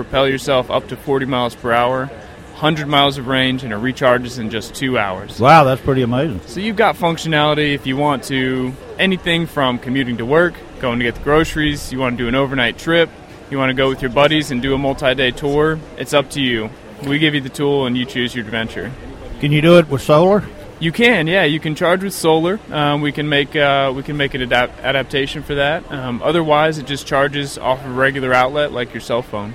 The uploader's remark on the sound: ON LOCATION. GearFest 2015.